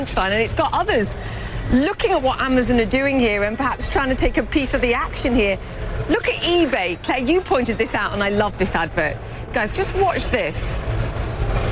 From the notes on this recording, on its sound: Live from the New York Stock Exchange.